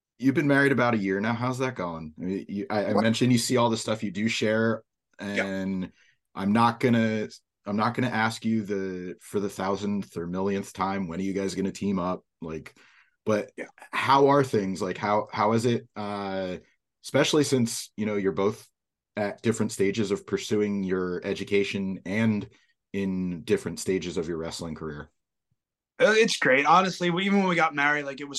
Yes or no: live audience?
no